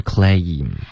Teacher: claim，注意双元音，OK。刚刚发的是一个单元音，claim，这个不对，应该是 claim。 I'm sorry they were all out of the apple pie.OK， allout，这段刚刚好像融成一个音节了，然后 of apple 不要有一滑动，of via 这样就有点多了。好，of。就 OK 了。好的，甜。